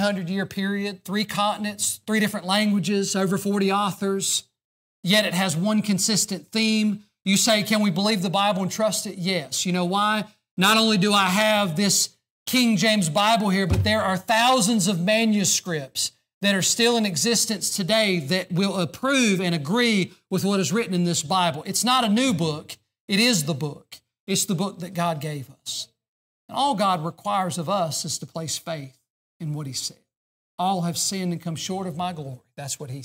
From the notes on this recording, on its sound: during the Sunday evening service on February 24, 2024, at Southside Baptist Church in Mount Airy, NC.